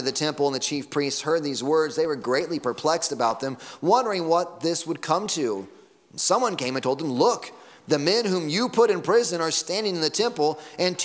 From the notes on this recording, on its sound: Sunday Morning Sermon Audio.